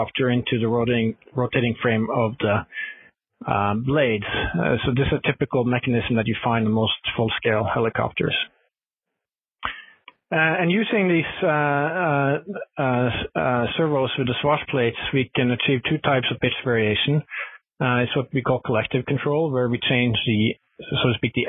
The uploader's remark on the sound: Future in Space Operation teleconference